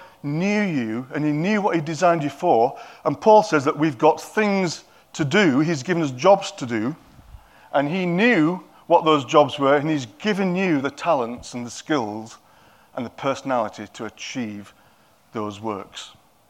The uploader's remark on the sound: At King's Church, Cockermouth, as an audio file.